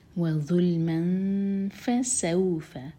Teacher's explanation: میم پر جو تنوین ہے وہاں پر ہم نون کی آواز کو چھپائیں گے، دو سیکنڈس کا ٹائم دیں گے اور پھر فا پڑھیں گے, وَظُلْمًا فَسَوْفَ، سَوْ مدلین ہے، فتح کو واو سے جوڑیں